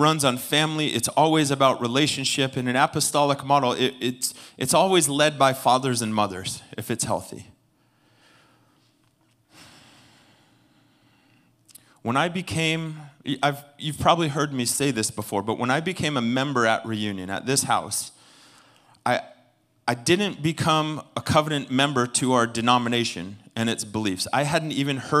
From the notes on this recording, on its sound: Recorded sunday evening service at Reunion Hawaii.